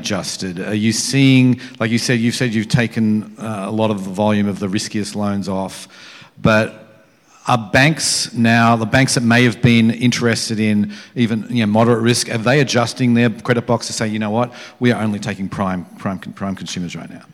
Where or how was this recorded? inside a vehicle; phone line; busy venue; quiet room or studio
busy venue